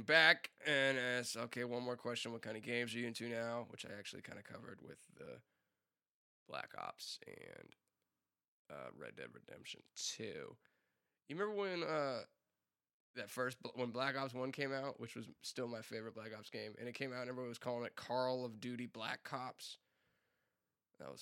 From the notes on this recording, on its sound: Apologies in advance for the uneven audio levels. I didn't properly test them before I started recording.